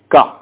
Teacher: നാവിന്റെ മേലറ്റവും തൊട്ടു മുകളിലുള്ള അണ്ണാക്കും · Term: കാഫ്